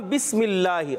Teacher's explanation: اللہ پاک کے لام سے پہلے زیر ہے، تو یہاں باریک ہے